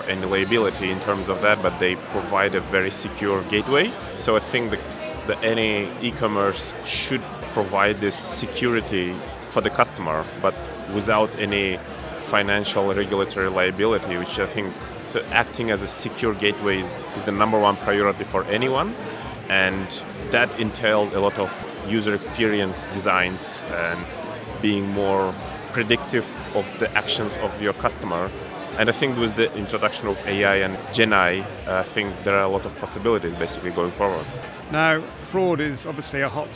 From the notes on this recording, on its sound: Live from Fintech Talents Festival.